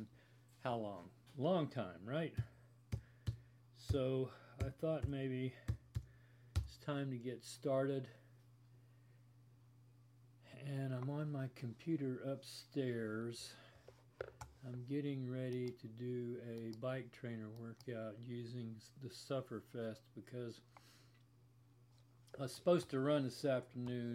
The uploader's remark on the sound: On the Greenway Trail in Lilburn, I recorded that workout. This episode was recorded on a Zoom H2 Handy Recorder and an iPhone 8+ using a zoom mic.